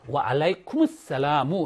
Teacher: 알라이쿰 스살라무가 되면 발음이 어렵죠. 그러니까 여기다가 스쿤이었었는데 모음을 우를 넣어줬습니다